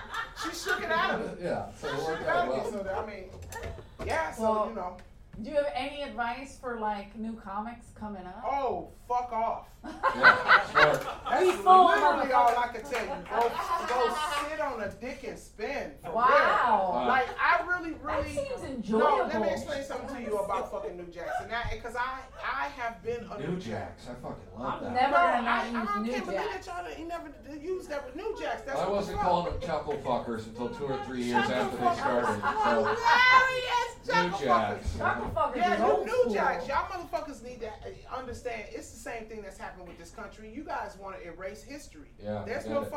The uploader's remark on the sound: our live show